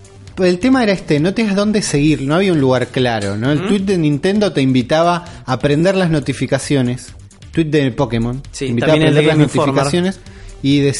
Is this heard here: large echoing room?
no